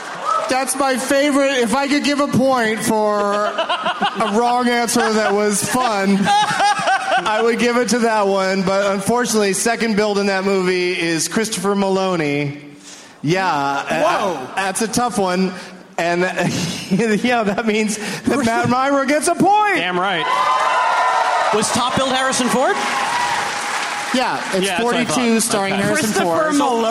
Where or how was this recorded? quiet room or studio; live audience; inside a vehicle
live audience